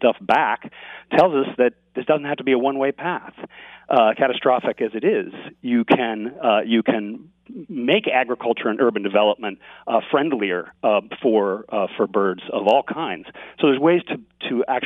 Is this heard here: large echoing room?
no